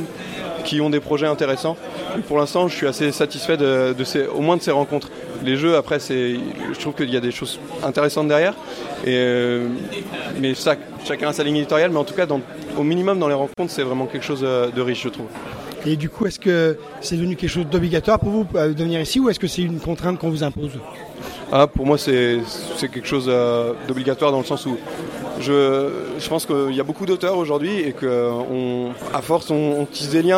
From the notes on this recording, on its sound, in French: Interviews réalisées au festival international des jeux de Cannes édition 2017